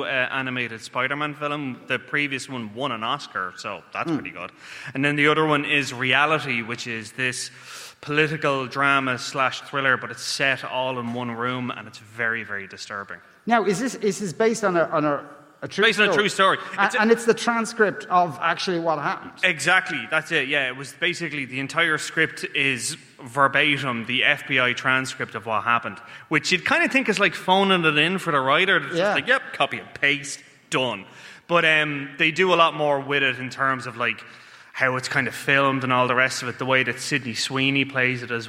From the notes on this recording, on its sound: Live from the Triskel Arts Centre in Cork City. Part of Newstalk’s Summer Tour.